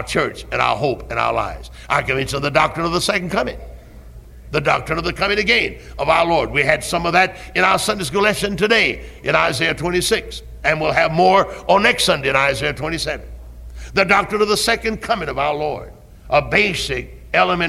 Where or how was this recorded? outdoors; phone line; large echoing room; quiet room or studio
large echoing room